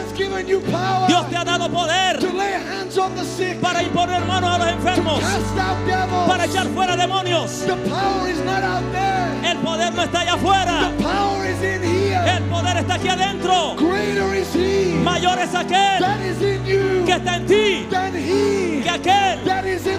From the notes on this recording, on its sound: Sermon recorded during the Bay Revival. The Bay Revival is a spiritual awakening of the Christian faith that started at the Church of His Presence in Daphne, Alabama.